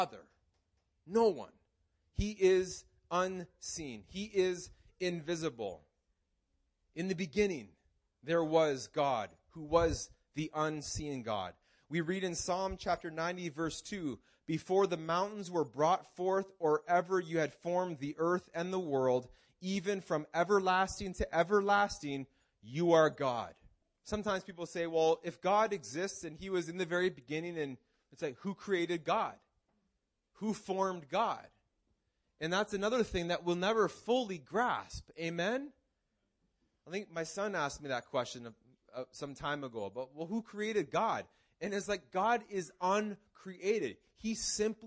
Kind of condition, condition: setting, large echoing room